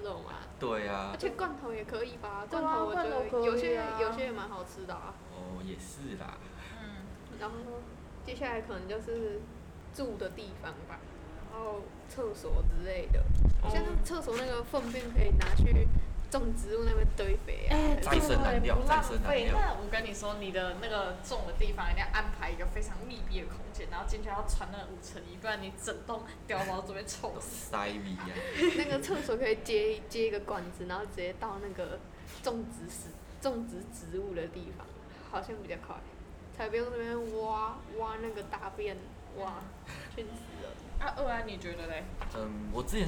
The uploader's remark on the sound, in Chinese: 本集為我們第二次錄音(風聲有點大)。